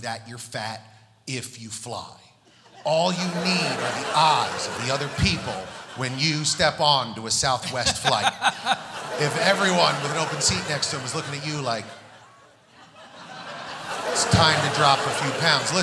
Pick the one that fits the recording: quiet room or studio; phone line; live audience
live audience